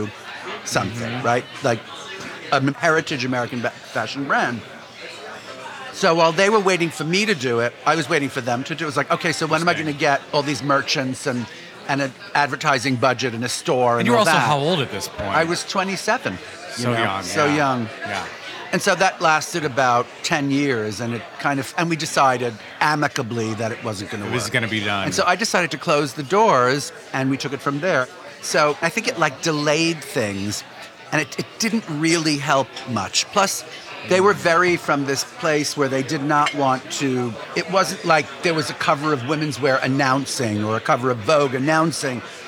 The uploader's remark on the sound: Over omelets and quiche. This episode of Dinner’s On Me was recorded at Pastis in the West Village, NYC.